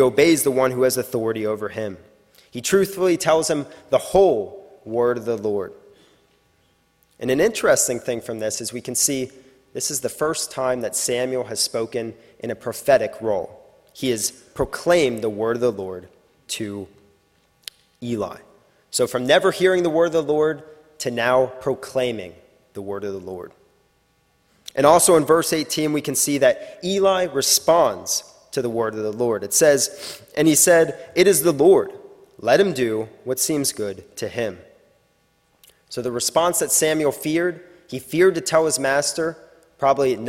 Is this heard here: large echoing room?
yes